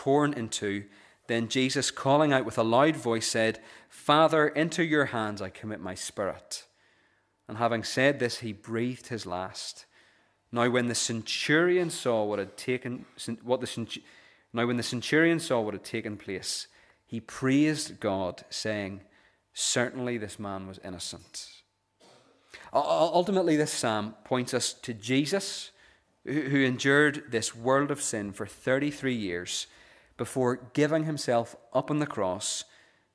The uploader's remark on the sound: The recording of the Bible reading and sermon from our evening service on Sunday 17th September 2023. This is the recording of the Bible reading and sermon from our evening service.